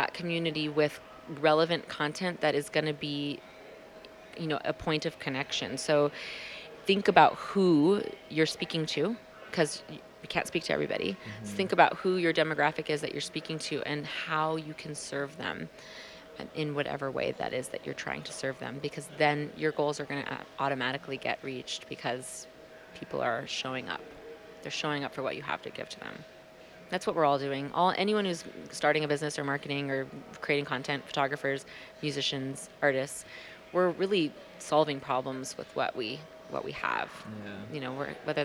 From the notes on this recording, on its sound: This conversation was recorded February 2020 at WPPI.